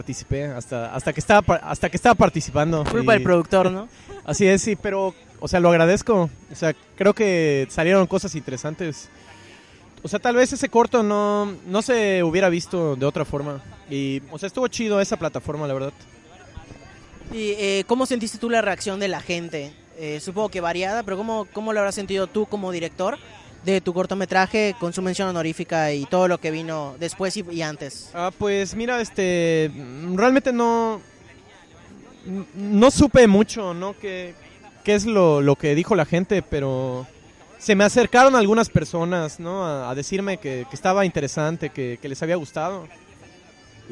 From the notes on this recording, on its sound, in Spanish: Programa especial grabado desde el paseo de las animas en el parque de la Ermita de Mérida Yucatán.